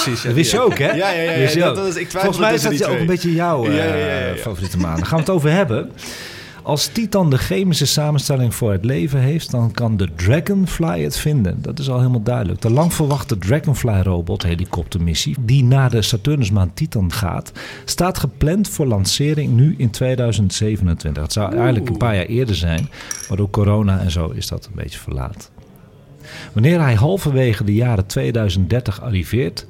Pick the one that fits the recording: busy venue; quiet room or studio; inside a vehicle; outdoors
busy venue